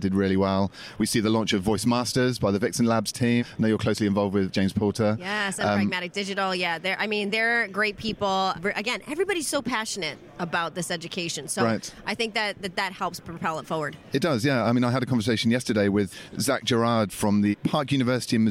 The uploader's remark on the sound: live from Project Voice